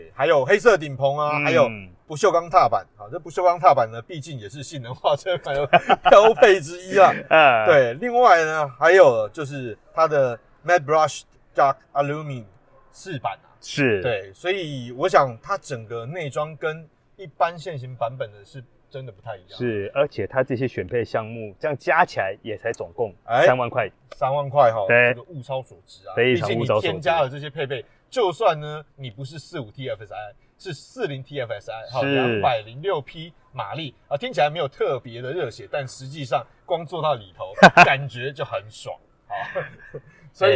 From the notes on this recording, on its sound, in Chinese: Audi A5 Sportback預拍會現場直擊。